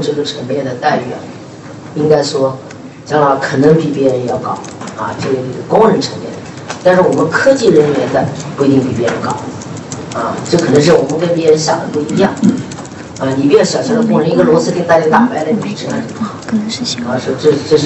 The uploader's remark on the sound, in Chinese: 格力电器2021 股东大会实况录音